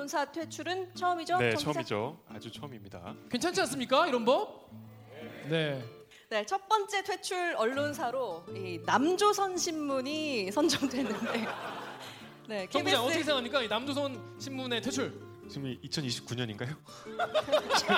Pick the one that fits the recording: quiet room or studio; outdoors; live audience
live audience